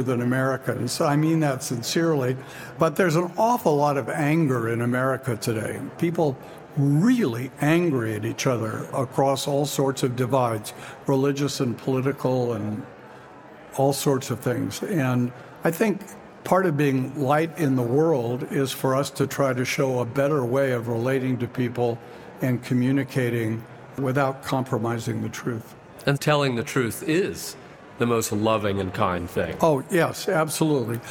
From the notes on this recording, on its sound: Recorded at our 2023 Ontario Conference